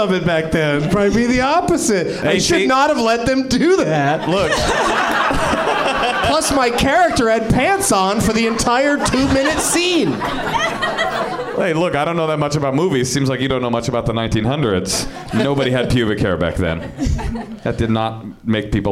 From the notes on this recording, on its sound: Live from the NerdMelt Showroom in LA